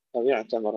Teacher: تسكين العين مع الرخاوة بدون قلقلة